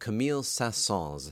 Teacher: That last syllable is spelled S-A-E umlaut, N-S, and then add the ever-intimidating French nasal vowels that the N's in any name would require